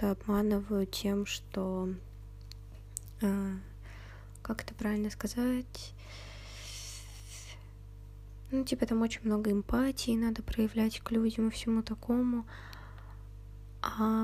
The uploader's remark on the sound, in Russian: Сегодня какое-то тяжелое дыхание. Соре за шумы.